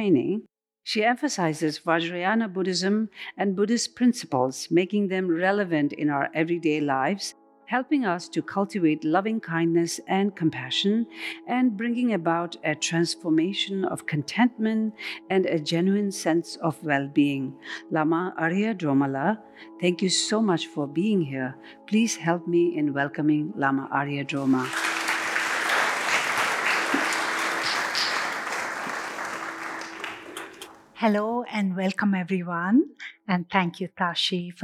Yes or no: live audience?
yes